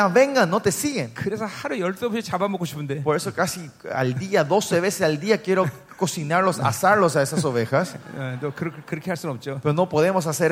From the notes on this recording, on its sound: '23 Zoe Conference at Honduras